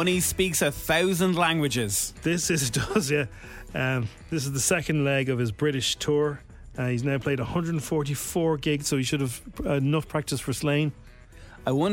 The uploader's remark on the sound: He called in for a chat!